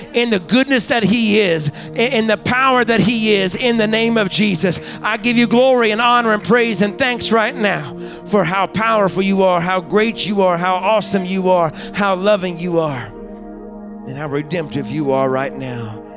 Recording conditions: large echoing room